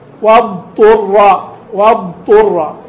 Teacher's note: ضادا فصيحة من مخرجها الذي هو من حافة اللسان · Term: الضاد